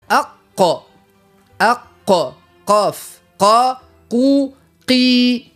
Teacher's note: حرف القاف يخرج من أقصى اللسان، يعني أبعد على الفم، أبعد بقعة على الفم